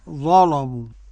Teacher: قرأ ورش بتغليظ اللام المفتوح